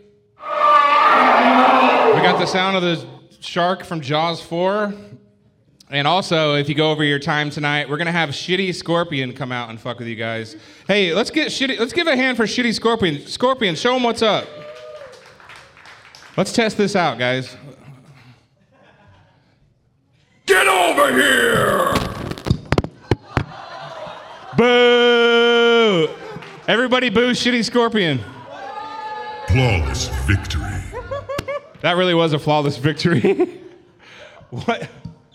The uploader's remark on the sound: Live at Shark's Comedy Club. Recorded LIVE from Shark's Comedy Club in Dallas, Texas.